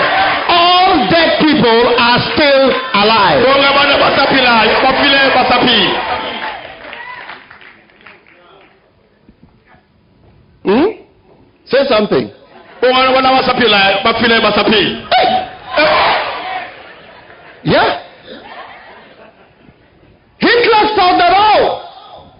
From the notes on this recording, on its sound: Preached at Healing Jesus Campaign, Port Elizabeth - South Africa